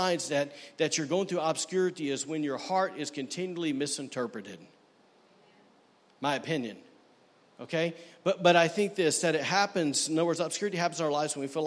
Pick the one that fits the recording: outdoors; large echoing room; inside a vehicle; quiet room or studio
large echoing room